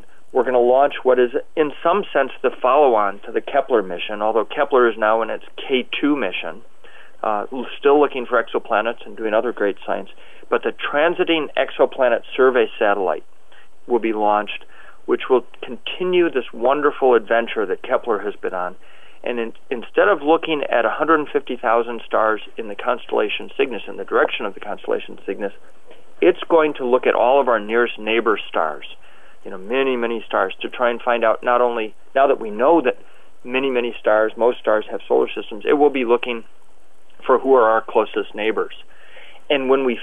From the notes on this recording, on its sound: Listen to the NASA teleconference where the announcement was made.